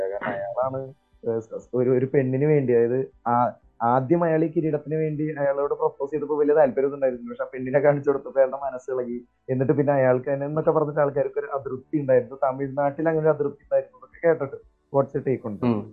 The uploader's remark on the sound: In this podcast, people from different parts of the world discuss over the phone (So, some episodes might start without an introduction).